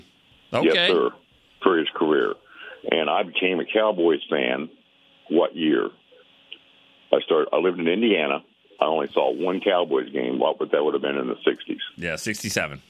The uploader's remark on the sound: the phone lines were flooded